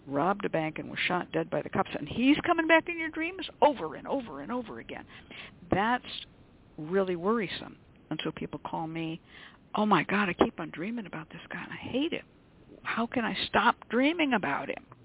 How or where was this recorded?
phone line